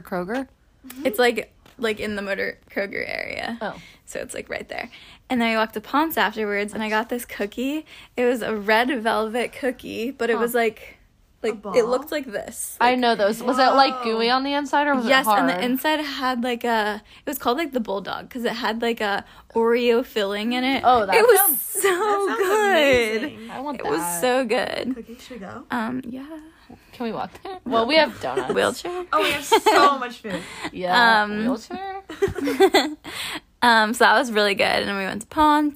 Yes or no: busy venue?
no